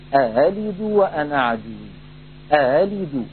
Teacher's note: هكذا نطق الهمزة المسهلة المفتوحة، فلا هي محققة أألد، ولا هي مبدلة هاء أهلد كما يفعل بعض من لا إتقان عنده.